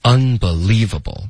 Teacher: unbelievable,两个重音 un,然后 li